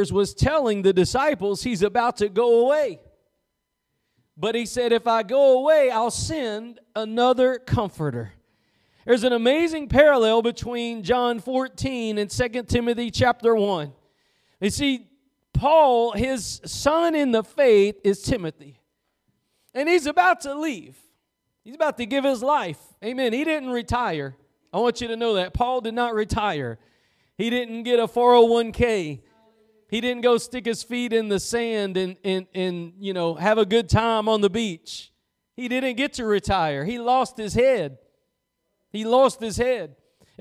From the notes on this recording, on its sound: Preached at Gospel Lighthouse in Bossier City, La.